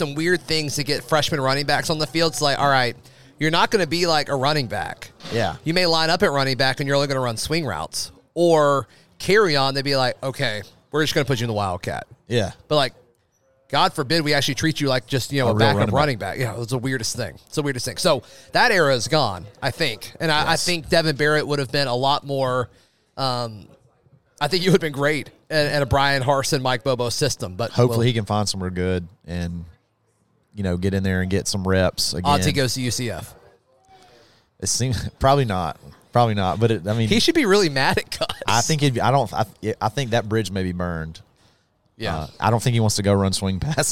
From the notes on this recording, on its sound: Broadcast live from Baumhower's Victory Grill in Auburn.